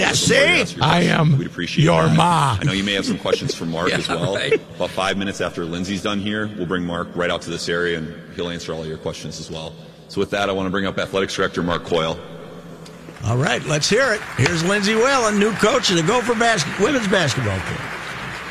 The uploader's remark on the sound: the live press cinference from Williams Arena